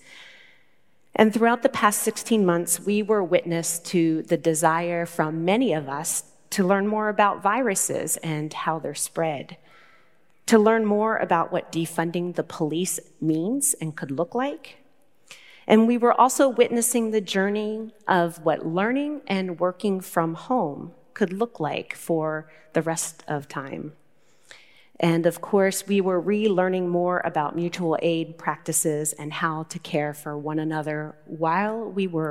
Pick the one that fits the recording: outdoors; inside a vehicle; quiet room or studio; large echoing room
large echoing room